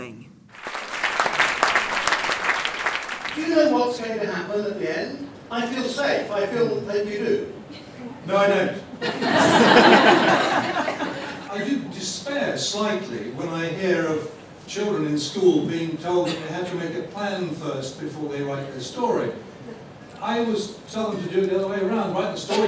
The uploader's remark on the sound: This special edition was recorded live at the Booksellers Association Conference in Birmingham.